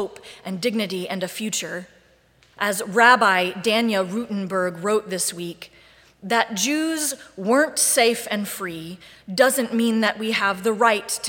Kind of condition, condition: setting, large echoing room